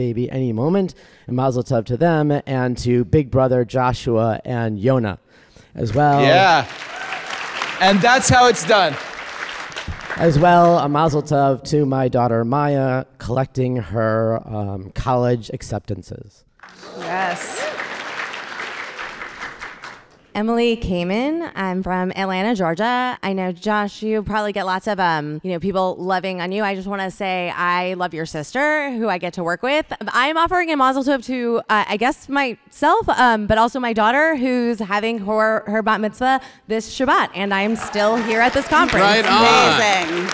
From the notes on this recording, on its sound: we’re coming to you live from Baltimore, where we appeared at the 2023 Conservative/Masorti Shabbaton & Convening